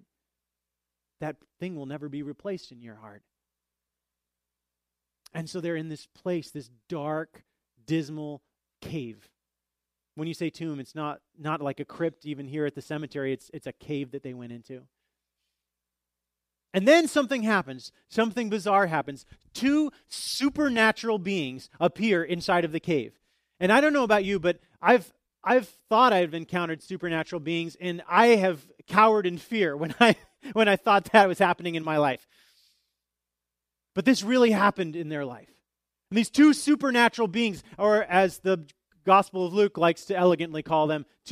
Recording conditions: large echoing room